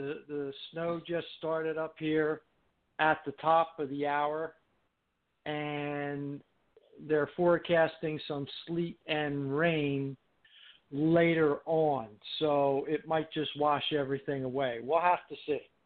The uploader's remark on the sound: TNTSuperfantastic Conference Call.